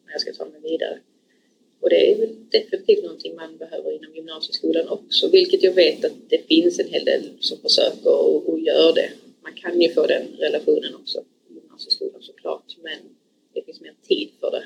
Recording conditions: background noise